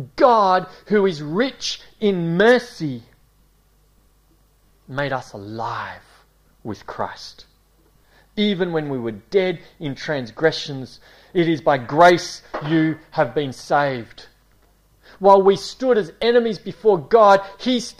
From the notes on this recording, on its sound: A series preached at Esperance Church of Christ